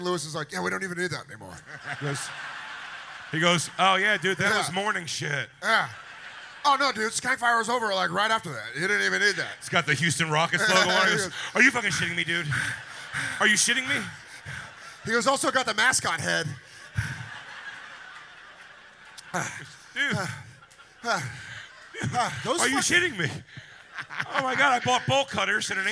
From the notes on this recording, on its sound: Skankfire Live from Skankfest South. Skankfire goes live from Skankfest South in Houston, Texas.